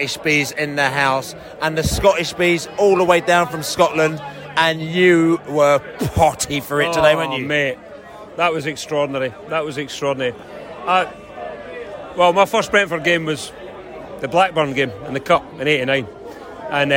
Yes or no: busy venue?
yes